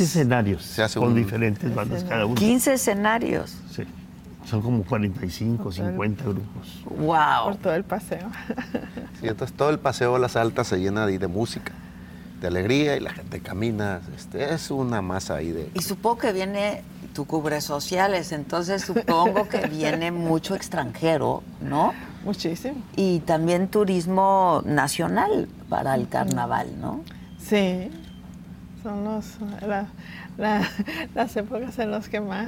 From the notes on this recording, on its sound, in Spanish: Estamos transmitiendo desde el Campo de Golf Encanto Marina, en Mazatlán, Sinaloa, porque el jueves comienza el Carnaval.